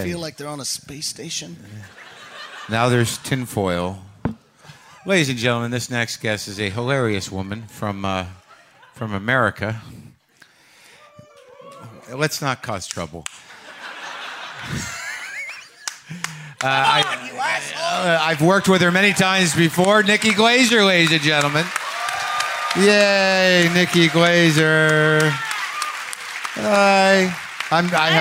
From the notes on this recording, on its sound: Live from Just For Laughs. Brings the Live WTF experience to the Just For Laughs Comedy Festival in Montreal.